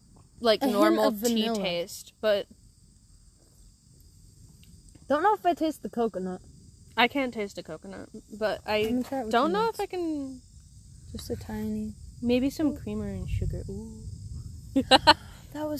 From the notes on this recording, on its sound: your two mayor's are outside spilling the tea at their tea party